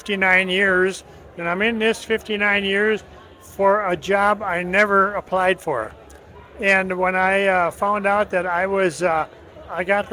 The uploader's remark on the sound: from outside the ISSA Show North America 2023 trade show floor